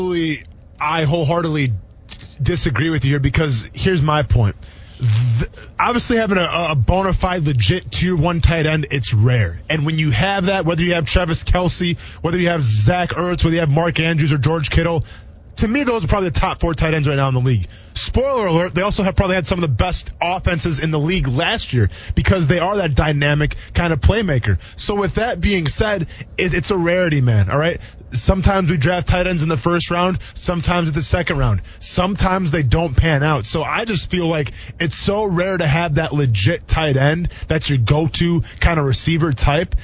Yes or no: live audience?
no